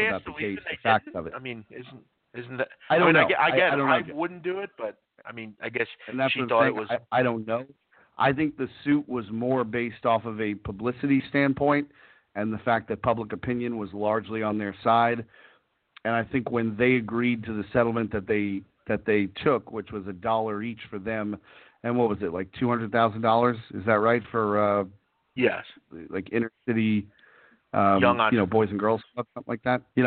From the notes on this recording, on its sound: back live taking your calls